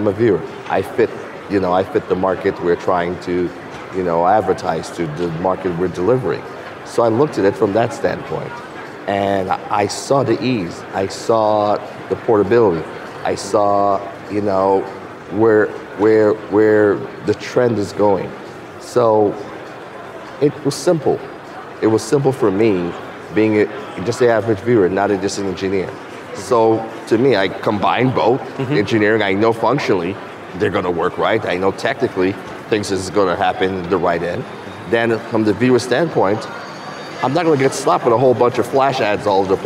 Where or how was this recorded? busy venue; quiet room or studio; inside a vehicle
busy venue